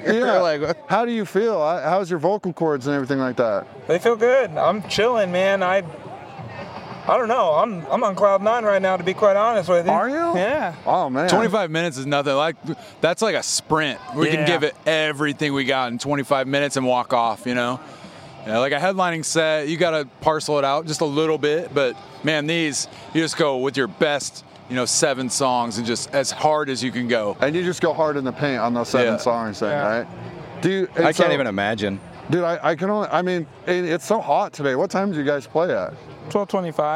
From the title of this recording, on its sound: Live at Aftershock